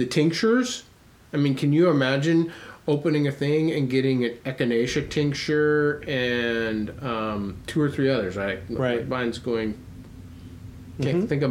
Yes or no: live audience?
no